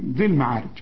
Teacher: يعني بشبك الذال مع اللام على طول